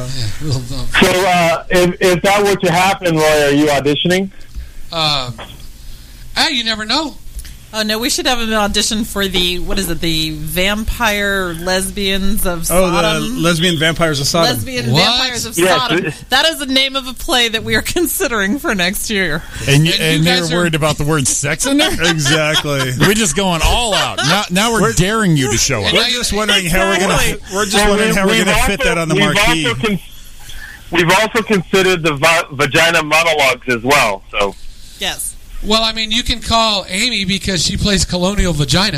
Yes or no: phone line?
yes